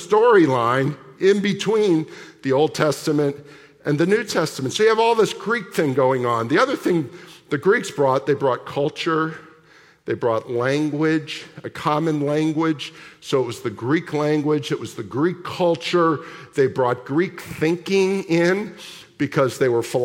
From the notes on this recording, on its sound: Sunday morning services of Boca Raton Community Church in Boca Raton, Florida.